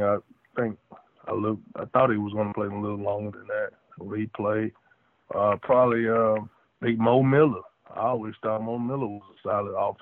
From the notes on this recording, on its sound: on the Modern Woodmen phone line